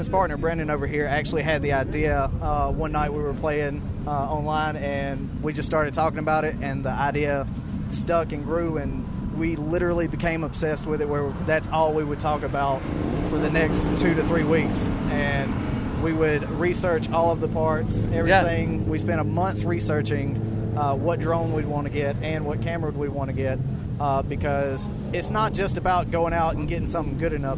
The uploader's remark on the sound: LIVE from Caffeine and Octane. Broadcasting LIVE from the Pro Business Channel studios in Atlanta.